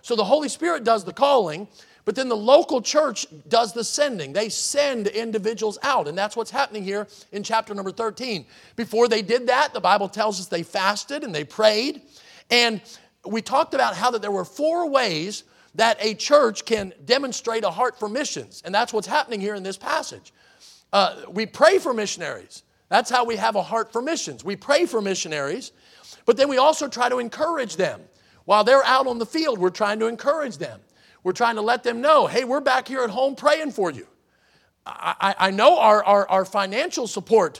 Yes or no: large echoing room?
yes